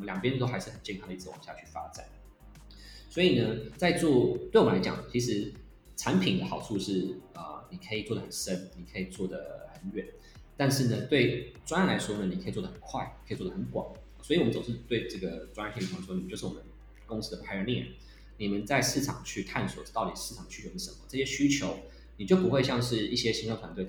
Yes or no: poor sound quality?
yes